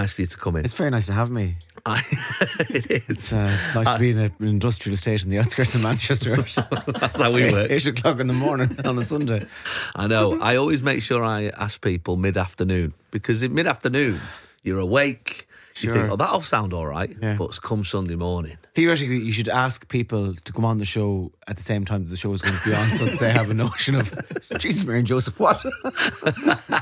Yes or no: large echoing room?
no